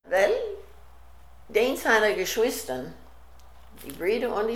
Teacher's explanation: some Texas German speakers, when they speak Texas German, they have an intonation that sounds like Texas English. So the sentence intonation, where you raise your tone and your voice and so on, in a significant number of Texas German speakers, they sound like Texas English speakers, but only with respect to the intonation.